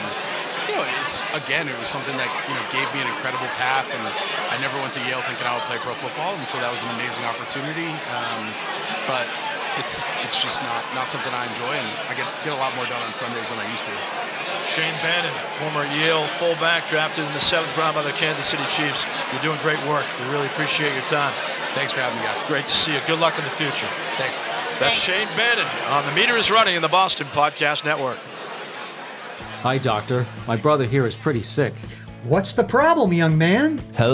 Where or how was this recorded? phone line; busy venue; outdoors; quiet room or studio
busy venue